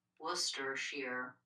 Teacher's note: Has sheer instead of sure in the final syllable.